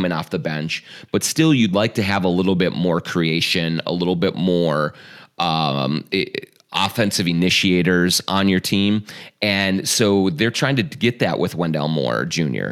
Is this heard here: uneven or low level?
no